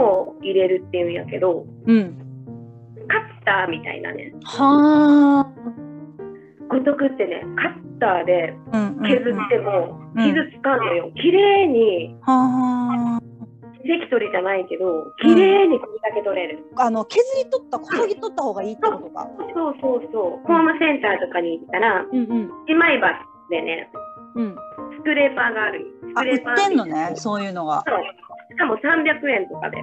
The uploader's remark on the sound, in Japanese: Zoomインタビューです。